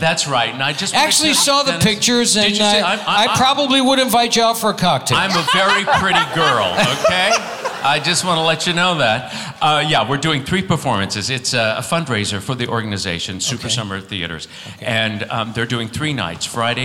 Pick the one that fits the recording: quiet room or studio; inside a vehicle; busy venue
busy venue